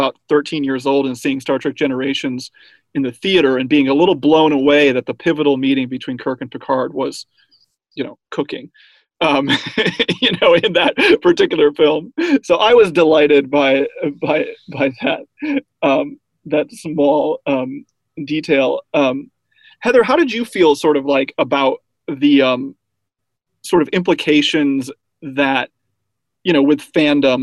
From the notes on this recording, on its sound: This episode was recorded remotely via Zoom and as such the sound quality may not be up to the usual standards of the podcast taped in the studio.